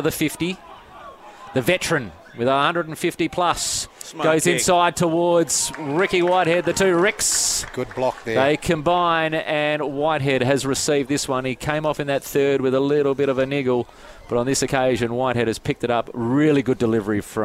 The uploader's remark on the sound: GFL on 1611AM SEN Goldfields. Live from Sir Richard Moore Sports Arena.